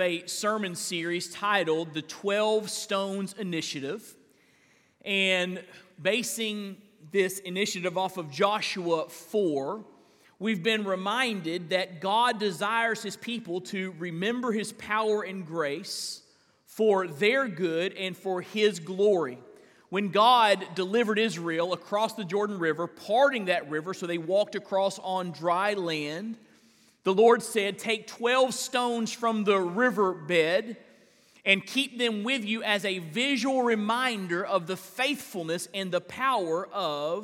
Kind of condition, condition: setting, large echoing room